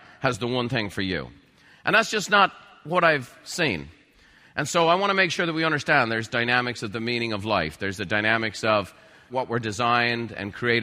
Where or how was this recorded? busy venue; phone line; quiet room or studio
busy venue